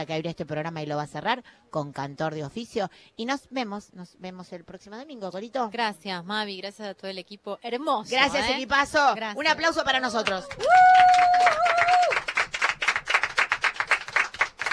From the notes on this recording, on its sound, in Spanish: Primer programa en vivo desde la Feria del libro. Ante la emoción del equipo y el público.